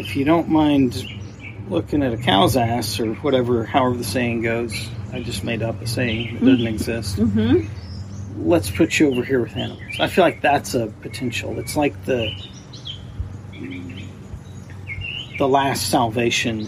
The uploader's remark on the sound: Background noise conquers the day’s effort.